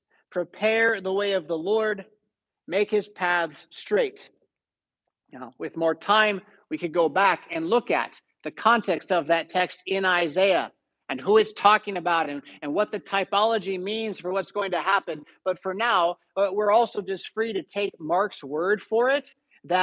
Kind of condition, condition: setting, large echoing room